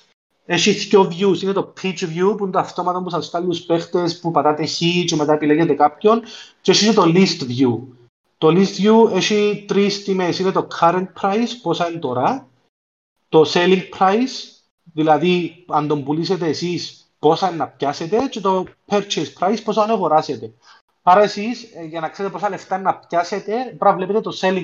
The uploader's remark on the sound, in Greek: Live συζήτηση στο discord του FPL Cyprus